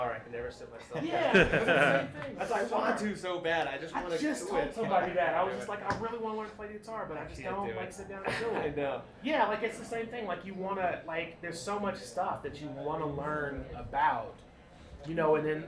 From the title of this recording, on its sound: Live from DINK